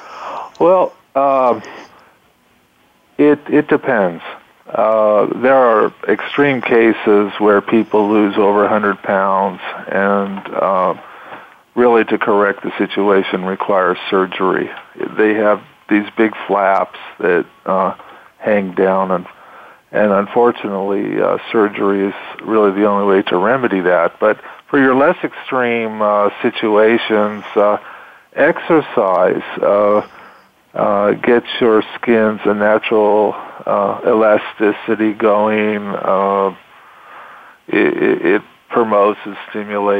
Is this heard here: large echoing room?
no